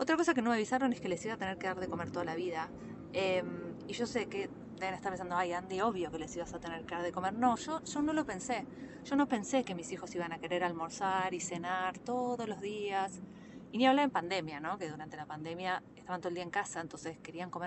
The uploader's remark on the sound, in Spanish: Pensamientos desde carpool. Estos mini episodios son grabados mientras espero a mis hijos.